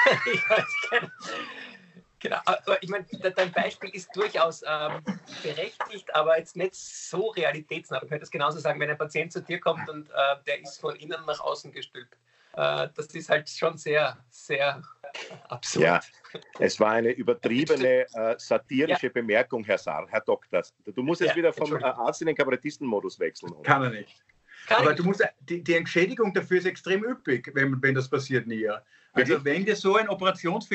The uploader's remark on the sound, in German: Aufzeichnung einer Skype Session. Weil das aktuell nicht möglich ist, finden sie ihr Publikum, indem sie einander via Skype am Abend beim Reden zusehen.